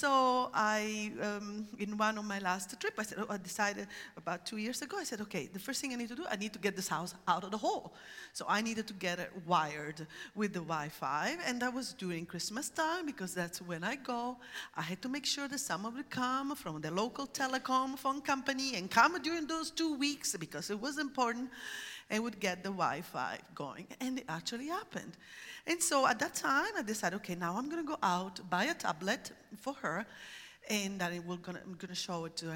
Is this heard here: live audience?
yes